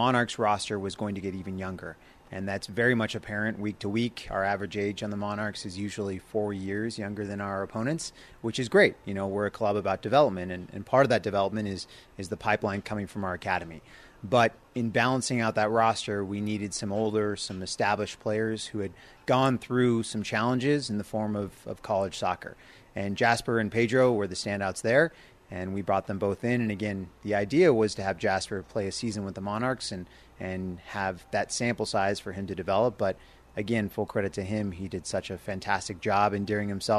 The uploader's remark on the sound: live from RSL practice 06/24/22